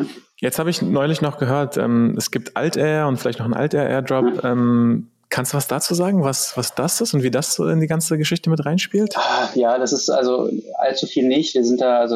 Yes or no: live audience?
no